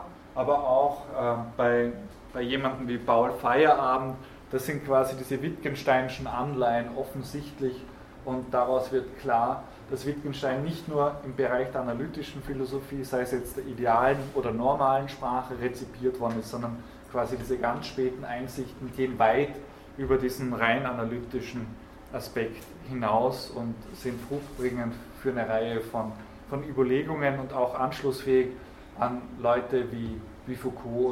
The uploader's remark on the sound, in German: Diese Vorlesung wurde von Studierenden aufgenommen